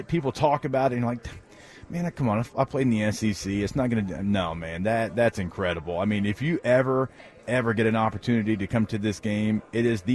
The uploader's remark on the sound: At media day for the 124th Army-Navy Game in Boston.